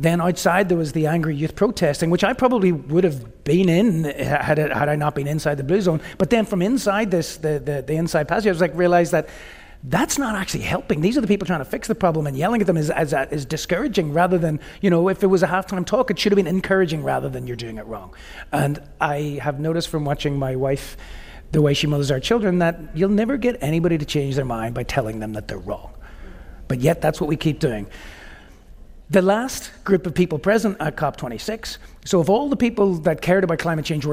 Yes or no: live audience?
yes